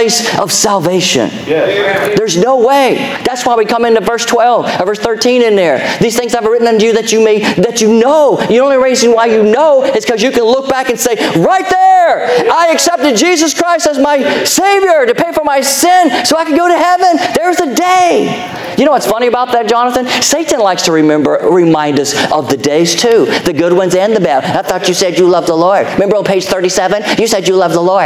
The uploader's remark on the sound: Our Sunday Evening Service podcast, recorded live July 9, 2023